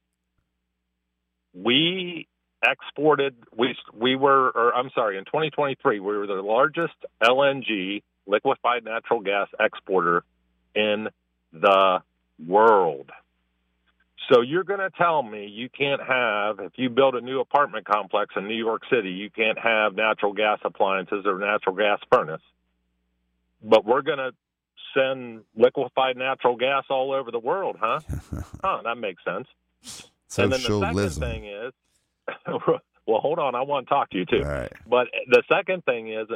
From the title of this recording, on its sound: Saturday Morning Open Phones